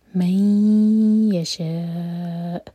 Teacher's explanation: شاء چار حرکہ لمبا حمزہ پر کٹ آف ساؤنڈ